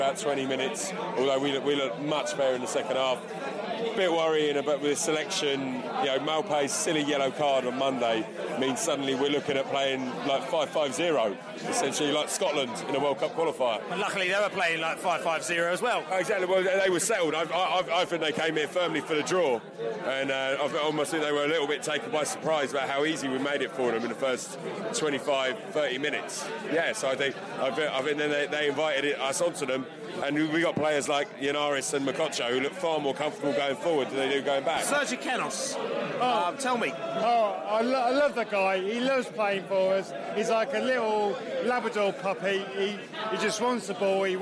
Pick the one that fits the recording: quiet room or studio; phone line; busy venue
busy venue